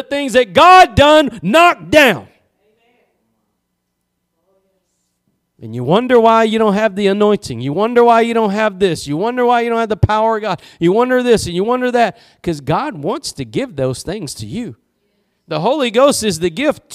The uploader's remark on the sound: Preached at Gospel Lighthouse in Bossier City, La.